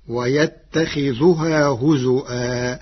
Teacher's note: فقرأها بالهمز مكان الواو فتصير ويتخذها هزوا.